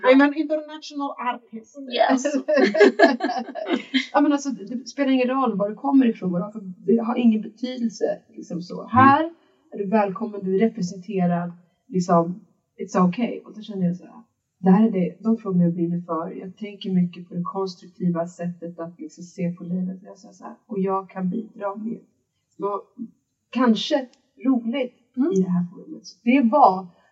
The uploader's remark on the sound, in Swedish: Denna vecka har vår inspelning drabbats av ett missöde och ljudkvalitén på avsnitt och. Tekniken är inte på vår sida.